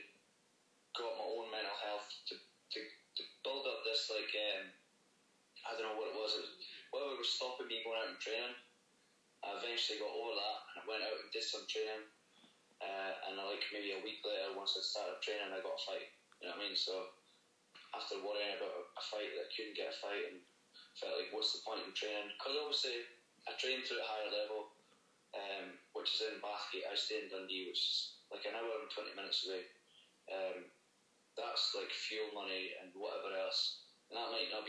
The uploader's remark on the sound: Via phone call.